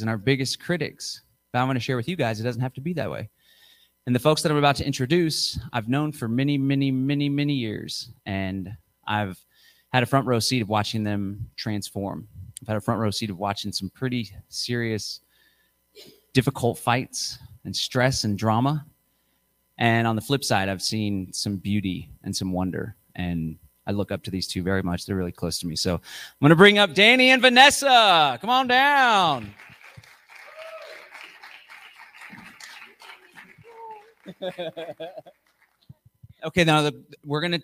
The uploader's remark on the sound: spoke at The Greater Reset 3: Integration Conference in Austin Texas